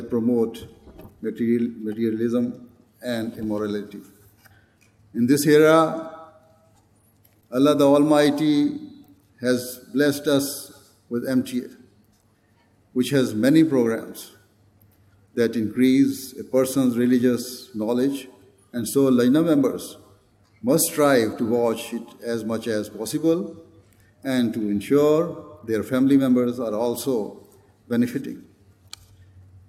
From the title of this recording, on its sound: Address at National Ijtema 2019 of the Ahmadiyya Muslim Women Association UK